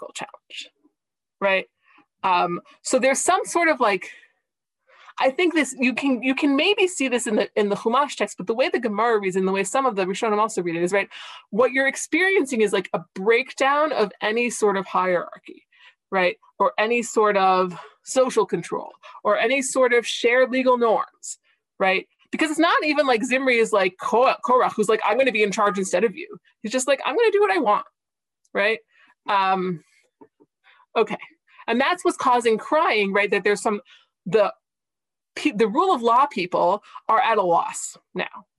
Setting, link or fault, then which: link, video call